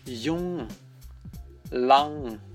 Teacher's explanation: Буквы «НГ» вместе нам дают носовое «Н». При этом желательно, чтобы буква «Г» вообще никак не звучала, не читалась. Но при этом вы сможете услышать у многих немцев, что они ее произносят.